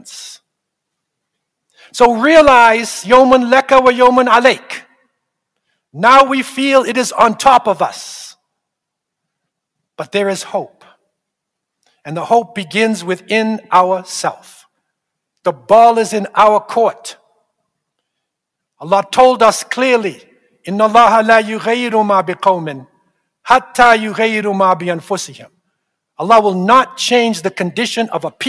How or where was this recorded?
large echoing room